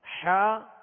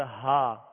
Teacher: حاء اور ہا میں فرق کرنا ہے، حاء اور ہا. حاء وسط حلق سے یعنی حلق کے درمیانی حصے سے ادا ہوتا ہے، اور ہا ابتدائی حلق یعنی شروع حلق سے ادا ہوتا ہے